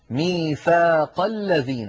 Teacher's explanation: لاحظوا بأن همزة الذين لم تنطق لأن قبلها كلام · Term: همزة الوصل